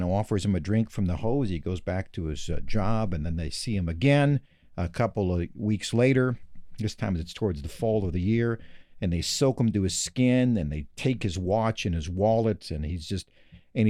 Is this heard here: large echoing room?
no